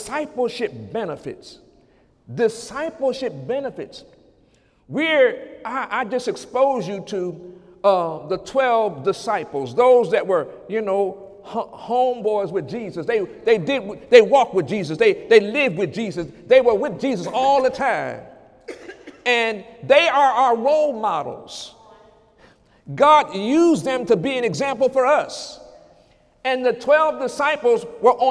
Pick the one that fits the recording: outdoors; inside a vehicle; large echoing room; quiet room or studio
large echoing room